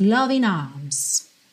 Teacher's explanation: E ele não enrola a língua, então a gente não tem arms, mas poderia